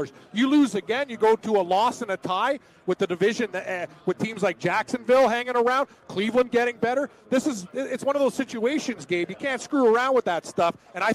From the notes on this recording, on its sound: live from the sportsbook in NJ